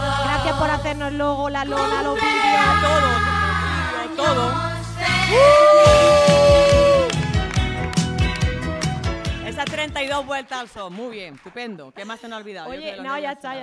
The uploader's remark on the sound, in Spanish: NUESTRO PRIMER PODCAST EN DIRECTO CON PÚBLICO! No había mejor manera para cerrar esta tercera que haciendolo en directo en el Teatro del barrio de Madrid.